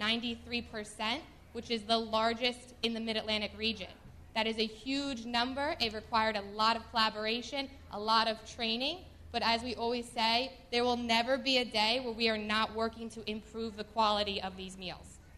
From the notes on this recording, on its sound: This week features a panel discussion I moderated last week at Busboys and Poets in Hyattsville.